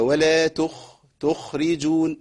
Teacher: الخاء ساكنة لازم اسمع صوتها، بس اوعى توصل الصوت للشخير